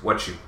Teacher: Because it's the T and the Y turn to ch. · Term: connected speech